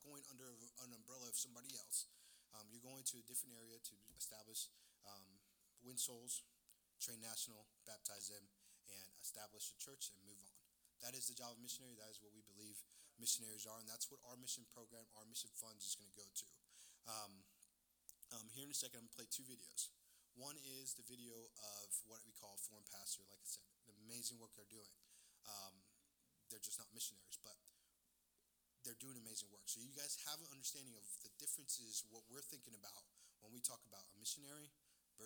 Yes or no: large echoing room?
yes